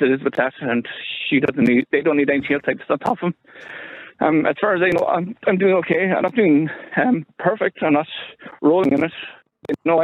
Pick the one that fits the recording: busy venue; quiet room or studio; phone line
phone line